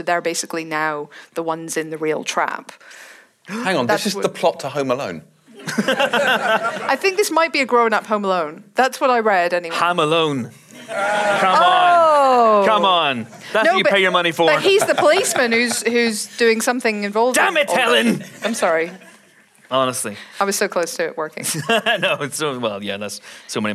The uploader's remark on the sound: Live From Dublin. This week's Empire Podcast is another live show. For the Virgin Media Dublin International Film 2020. In front of a packed crowd. Answer audience questions.